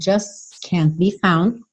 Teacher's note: essa letra T você nem ouve, vai direto